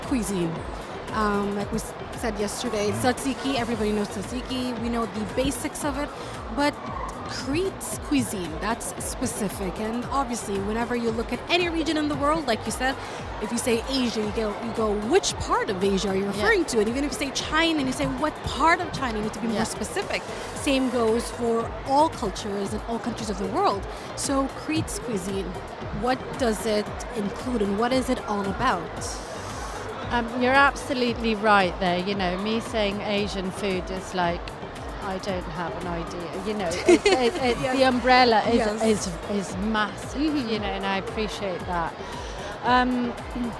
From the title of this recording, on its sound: Live at SIBF 2023